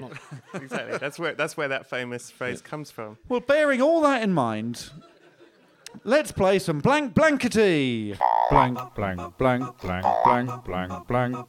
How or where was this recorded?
live audience